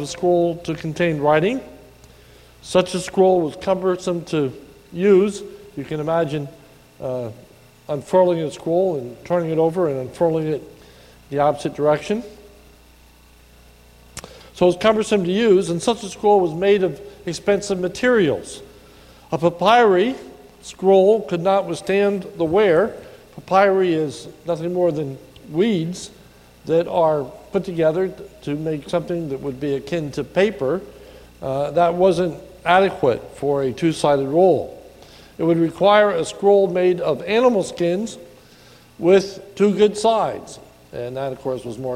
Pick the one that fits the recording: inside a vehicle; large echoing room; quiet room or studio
large echoing room